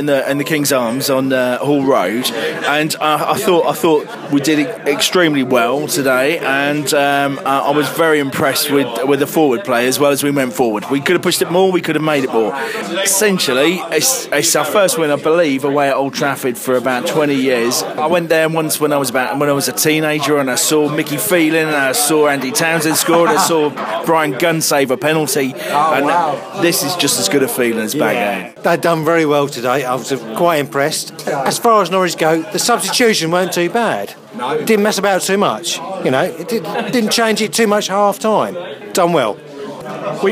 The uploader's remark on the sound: Live from the Kings Arms. We also chat with a few supporters in the pub.